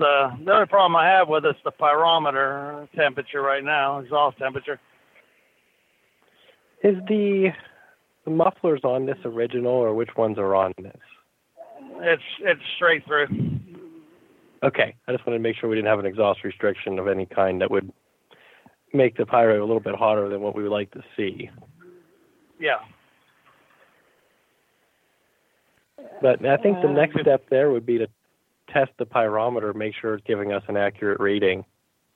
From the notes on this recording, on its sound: Call in Question and Answer Show